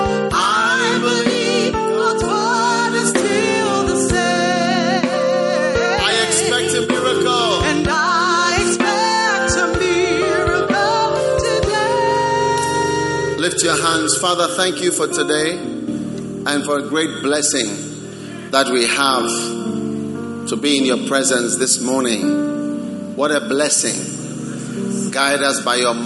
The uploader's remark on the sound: Preached at the Prophetic Encounter Service.